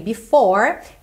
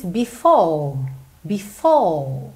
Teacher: esse R meio que não existe no inglês britânico. O que eles fazem é alongar a vogal anterior. · Shown in: second take · Por exemplo, nessa palavra before, que a gente tem aqui nessa primeira linha, eu falei before, tipicamente americano, before.